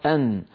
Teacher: تخرج النون من طرف اللسان مع ما يحاذيه من اللثة · Term: مخرج النون